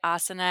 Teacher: asana has the emphasis on the first syllable